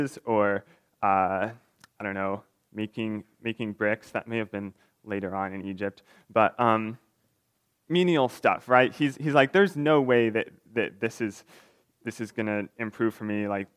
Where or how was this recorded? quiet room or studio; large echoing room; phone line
large echoing room